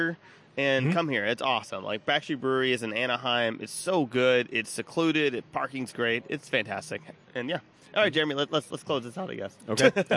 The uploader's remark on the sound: live at Backstreet Brewery!